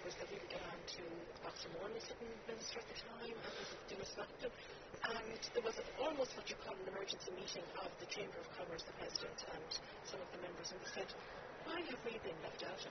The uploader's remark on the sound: We recorded this one outdoors on the decking area at the Raddison Blu Athlone.